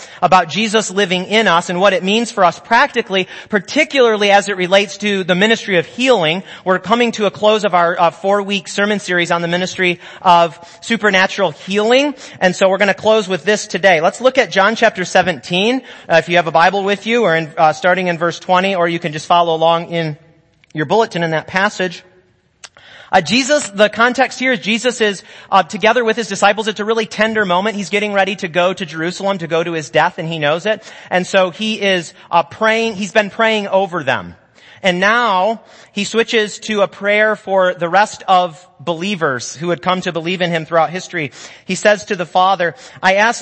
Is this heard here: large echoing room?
yes